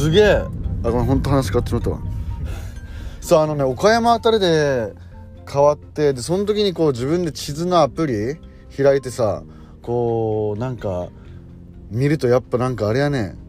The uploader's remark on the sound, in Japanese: ボイスメモでの録音。